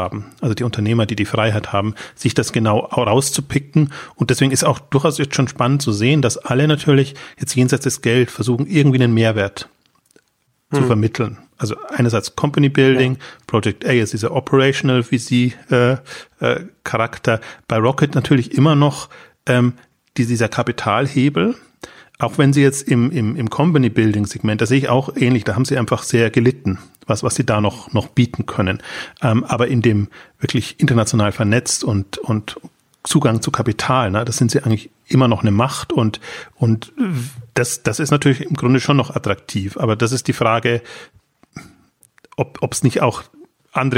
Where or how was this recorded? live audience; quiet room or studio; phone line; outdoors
quiet room or studio